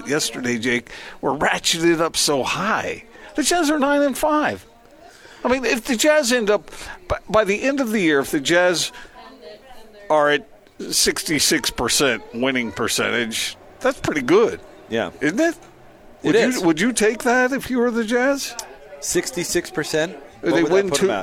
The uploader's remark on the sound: LIVE at Metro by T-Mobile.